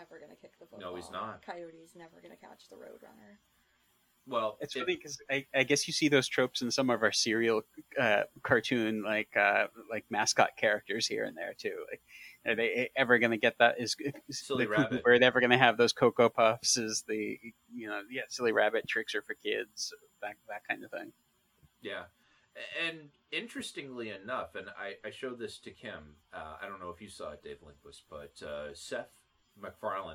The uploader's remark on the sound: There were some slight audio issues with this one, as this was the first episode in over a year with two people recording in the same room.